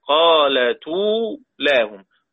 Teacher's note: الهمزة المضمومة أنقلها إلى التاء تصير قالت أولاهم، طبعا مع مراعاة ثلاثة البدل.